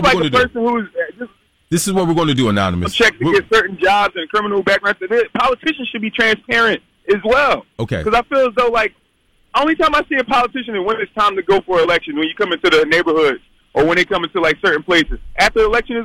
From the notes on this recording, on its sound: a friend who called